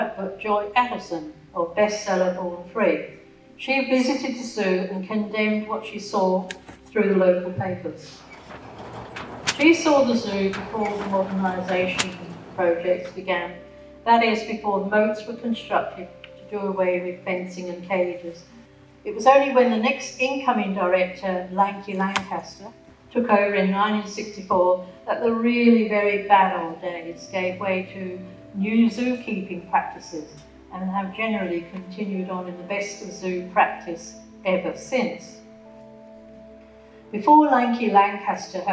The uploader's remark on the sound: This free public lecture was part of the History Trust of South Australia's Talking History series.